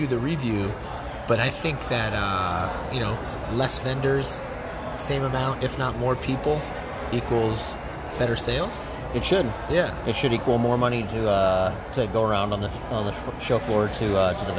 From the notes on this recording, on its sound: It’s recorded in the lobby of the Hyatt in Chicago during C2E2 so the audio is a bit loud around us.